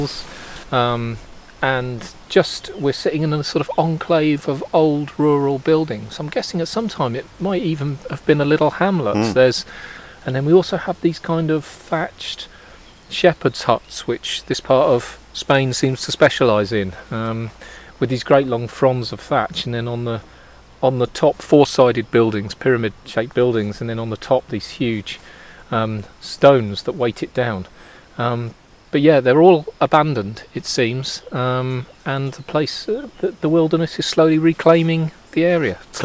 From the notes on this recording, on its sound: recordings from in the field in Asturias, northern Spain, amidst the mountains, screes, meadows and forests of biologically-rich Somiedo Natural Park